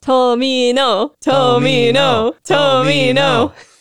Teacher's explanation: when people do a chant, they put the same emphasis on every syllable. And it actually sounds much closer to the Japanese pronunciation.